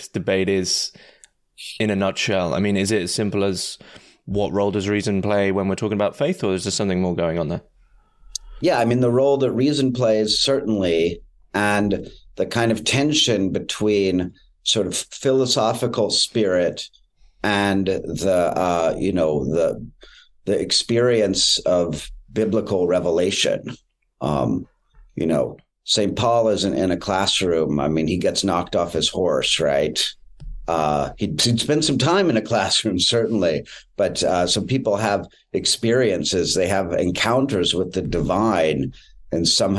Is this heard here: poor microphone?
no